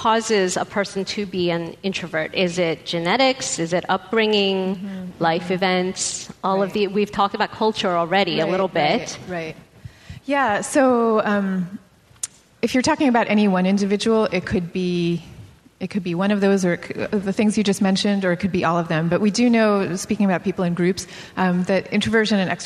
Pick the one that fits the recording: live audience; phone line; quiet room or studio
live audience